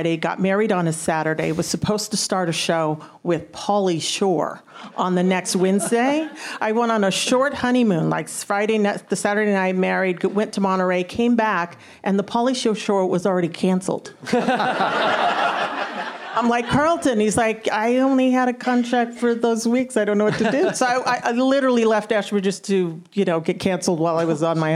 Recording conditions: live audience